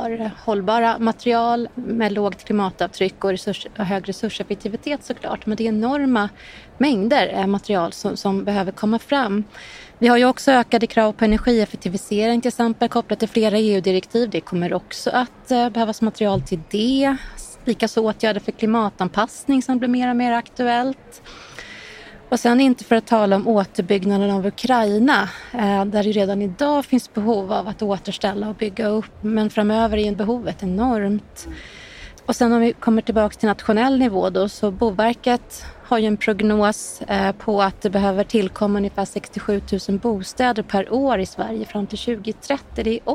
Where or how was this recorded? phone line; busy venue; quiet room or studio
busy venue